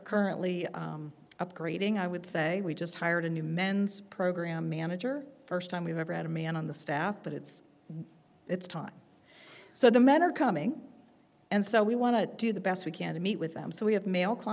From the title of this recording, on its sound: Altoona Bible Church Worship Service